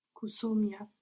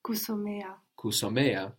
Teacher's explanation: after an O, no, like in soma, we put an E sound, somea · Shown in: second take